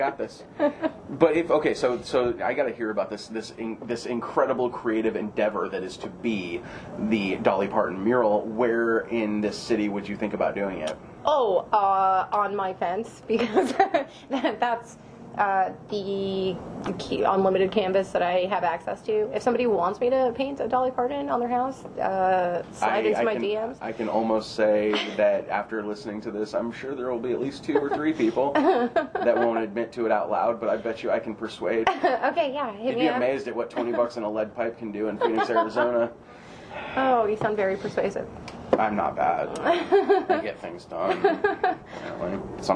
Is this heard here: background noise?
yes